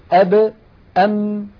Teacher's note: الباء والميم تخرجان بانطباق الشفتين